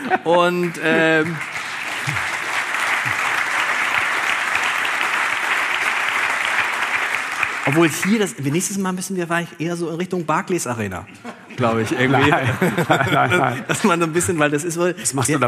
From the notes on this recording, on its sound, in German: Im Hamburger Thalia Theater vor 1000 Zuschauerinnen und Zuschauern. Herausgekommen ist ein Live-Podcast.